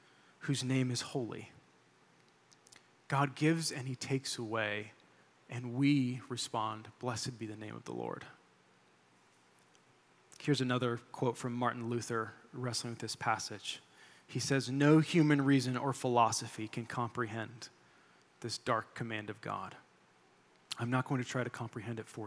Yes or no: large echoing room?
yes